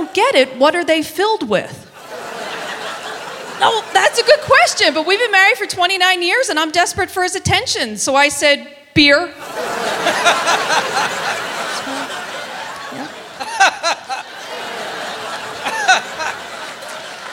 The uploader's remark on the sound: Live at the SouthPoint